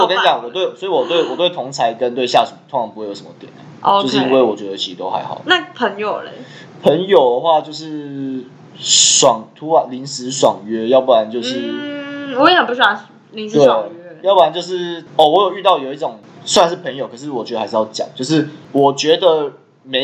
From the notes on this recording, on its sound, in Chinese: 因為錄音地點附近是校園所以會有鐘聲XDD還請大家多多見諒ㅠㅠ。